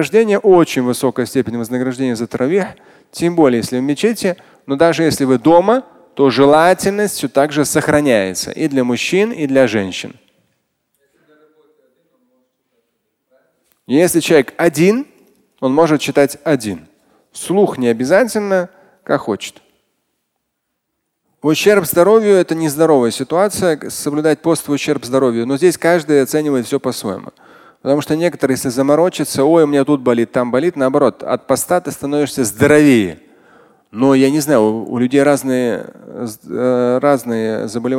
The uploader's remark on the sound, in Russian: Фрагмент пятничной лекции